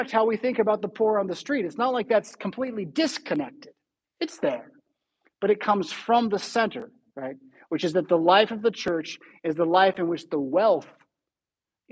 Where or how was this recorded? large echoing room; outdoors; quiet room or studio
large echoing room